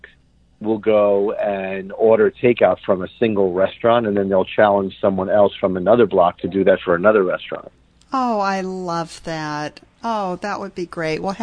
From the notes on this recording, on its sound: Had a Kitchen Chat by phone in our respective kitchens. How odd this felt not to actually be in person recording.